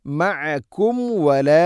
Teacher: മഅകും വല ലനഖ്റുജന്ന മഅകും വല സാക്കിന മീമിന് ശേഷം വ. ഇവിടെ മീമിനെ പൂർണ്ണമാക്കി അഥവാ രണ്ട് ചുണ്ട് തമ്മിൽ തട്ടിച്ച് പൂർണ്ണമാക്കി ഉച്ചരിക്കണം